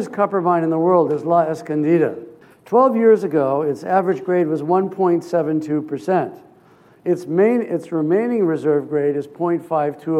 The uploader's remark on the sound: This episode features the second part of a keynote speech. At the Prospectors and Developers Association of Canada (PDAC) conference in Toronto.